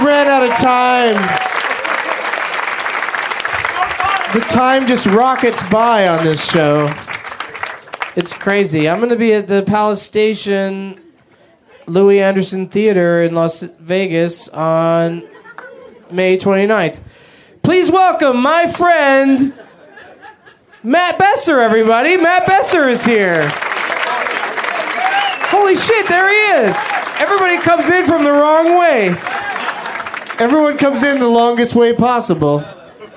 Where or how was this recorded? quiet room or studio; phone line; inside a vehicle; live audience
live audience